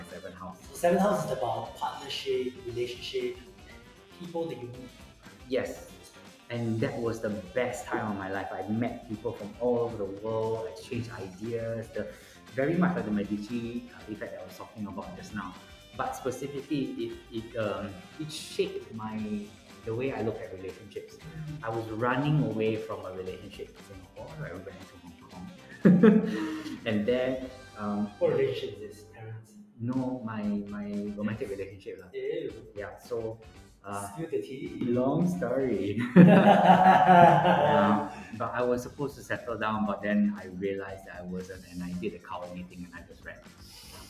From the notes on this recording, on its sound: Apologies for the poor audio quality!